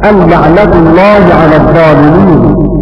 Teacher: بتخفيف أن ورفع كلمة لعنة